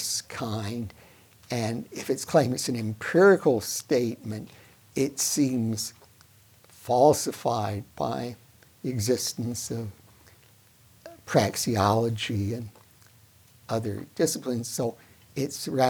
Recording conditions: large echoing room